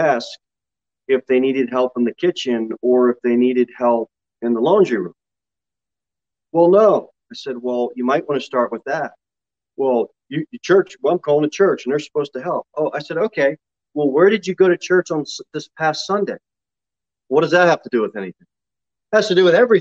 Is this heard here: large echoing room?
yes